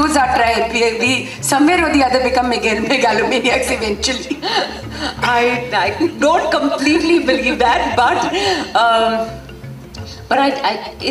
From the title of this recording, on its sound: In Conversation session | IFFI 2023